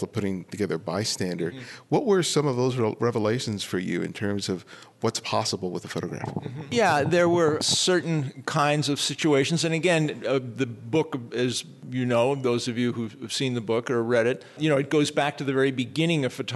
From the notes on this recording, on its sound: Held at the DNJ Gallery the panel held in front of a live audience.